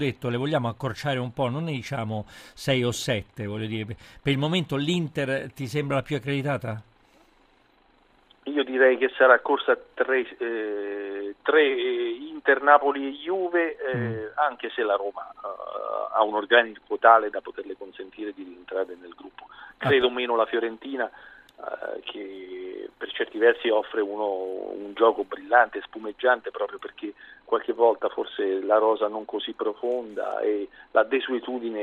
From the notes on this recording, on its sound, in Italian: In collegamento da Perugia per Perugia-Livorno. Ospite al telefono.